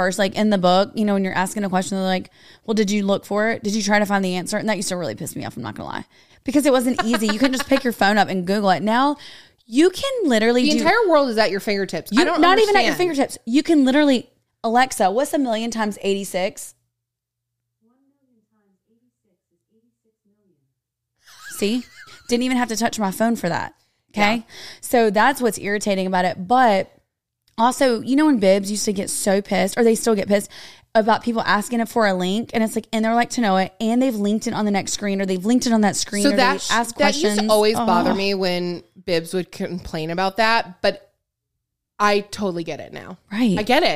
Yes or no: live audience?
no